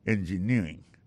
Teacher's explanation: Engineering, ça, l'accent tombé le même sur avant dernier syllabe là.